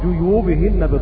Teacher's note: وباقي القراء جيوبهن بضم الجيم